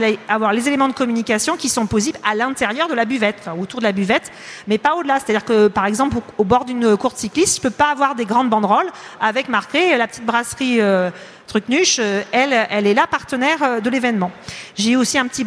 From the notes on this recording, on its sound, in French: Conférence enregistrée le vendredi 21 octobre 2022, au Salon du Brasseur . Conférence enregistrée le vendredi 21 octobre 2022, au Salon du Brasseur .